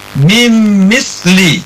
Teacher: Jadi nunnya tidak dibaca lagi, langsung ke mim ya. Mim misli. Tidak boleh min misli salah ya. · Term: idgham bigunnah